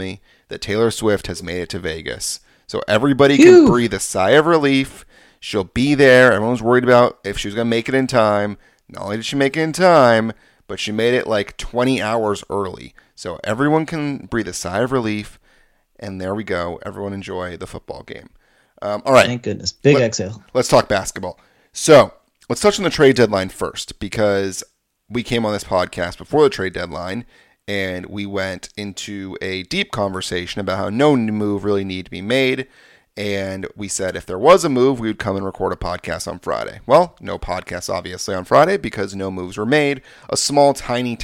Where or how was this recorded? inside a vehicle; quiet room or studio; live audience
quiet room or studio